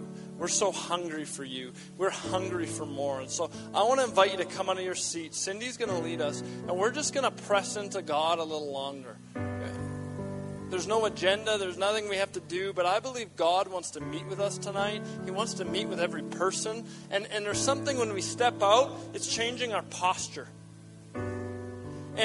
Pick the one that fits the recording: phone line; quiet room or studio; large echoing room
large echoing room